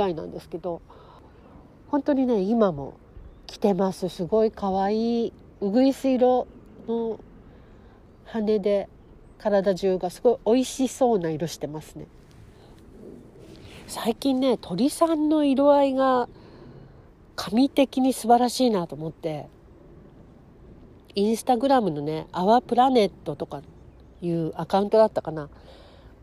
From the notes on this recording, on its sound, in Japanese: 図書館の裏の小高い丘のベンチで収録をしていたら